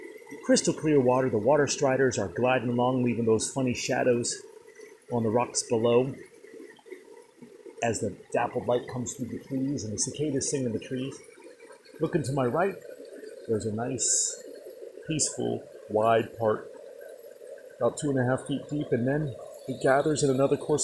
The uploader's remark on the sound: On location in the Rose River Canyon, halfway down a mountainside somewhere in the wilds of Shenandoah.